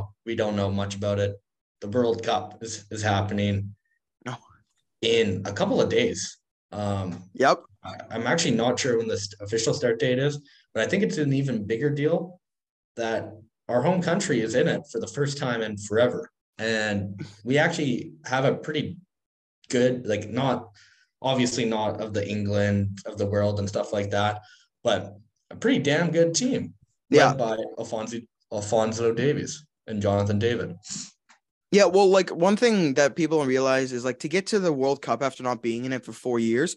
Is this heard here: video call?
yes